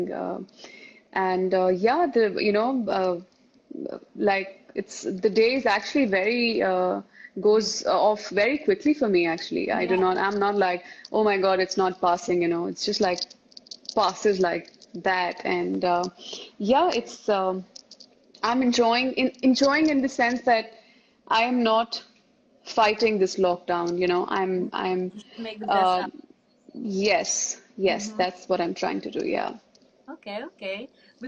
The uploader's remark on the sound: Instagram Live